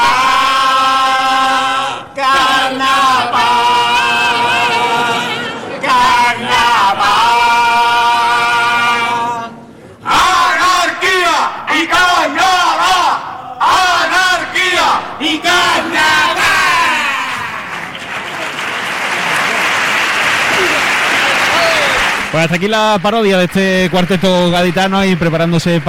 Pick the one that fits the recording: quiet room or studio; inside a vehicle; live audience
live audience